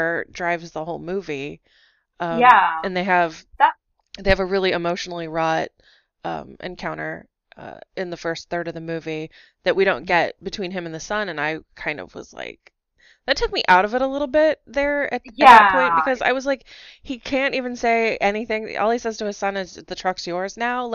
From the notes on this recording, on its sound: Apologies for the sound quality.